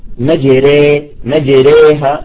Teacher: فلذلك عندما تمال نقول مجري، مجريها، نرقق الراء، مجريها، وهكذا ورد. تمام، يعني تكون الألف بين الفتح والكسر. تمام تمام، ما بين الفتح والإمالة الكبرى. · Term: إمالة كبرى